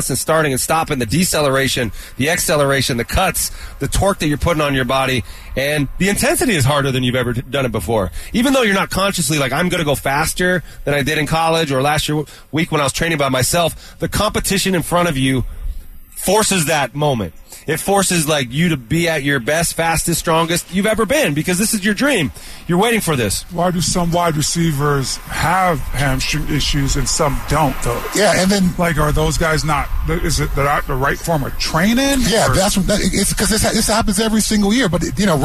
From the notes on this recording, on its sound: live from Training Camp